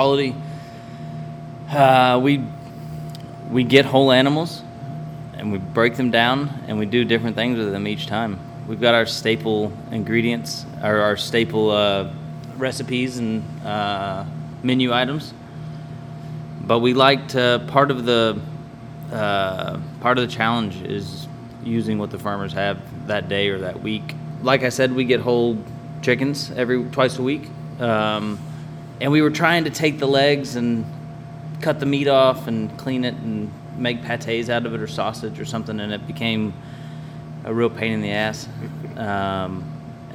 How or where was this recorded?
busy venue